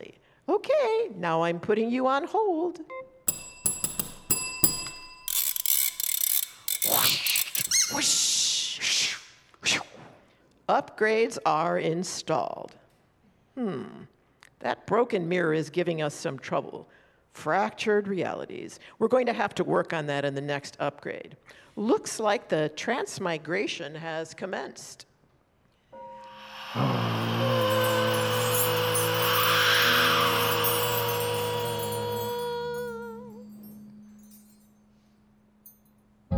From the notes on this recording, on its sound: Recorded live from the Swedish American Museum in Chicago.